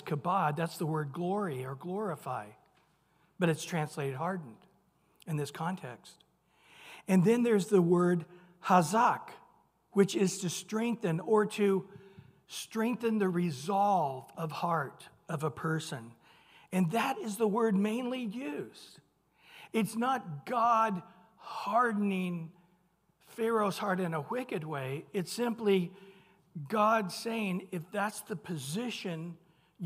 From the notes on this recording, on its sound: Recorded at Calvary Chapel of Los Alamitos on Mar 15 2023 on Wednesday evening sermon.